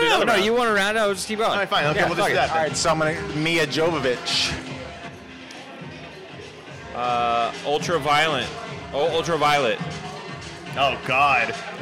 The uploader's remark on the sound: venture over to the Matador Cantina in Downtown Fullerton for some drinks